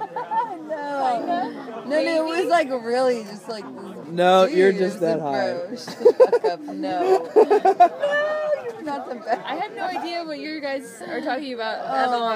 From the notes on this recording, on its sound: Recorded live without explicit permission from the garden during the night sessions of Squidfest 2014.